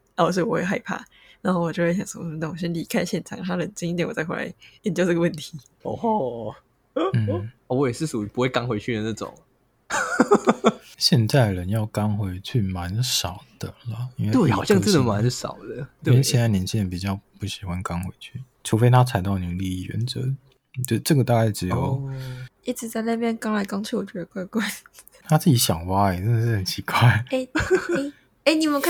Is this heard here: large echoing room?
no